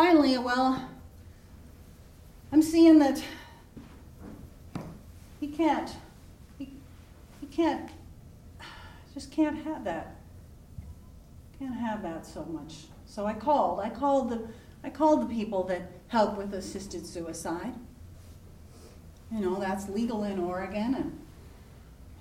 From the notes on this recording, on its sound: on stage at the Columbia Center for the Arts for live storytelling with Portland Story Theater